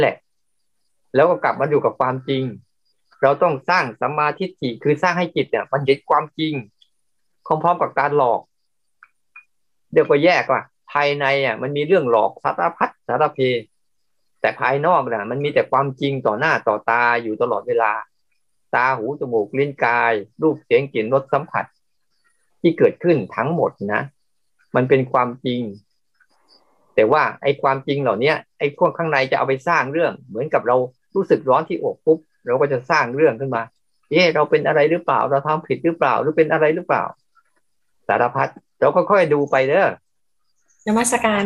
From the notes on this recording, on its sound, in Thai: คอร์สออนไลน์ (ผ่านโปรแกรม Zoom).